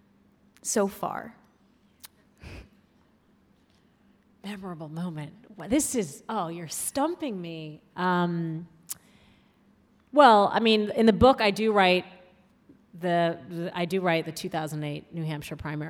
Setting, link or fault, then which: setting, live audience